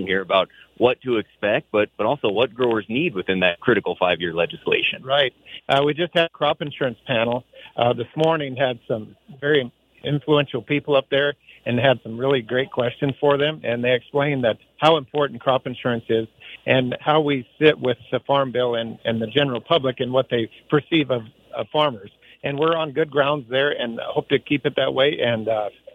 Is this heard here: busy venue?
yes